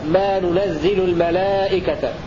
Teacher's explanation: بنونين، الأولى مضمومة والثانية مفتوحة، وكسر الزاي مشددة